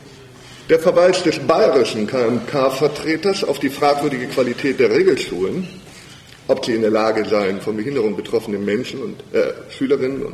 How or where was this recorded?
large echoing room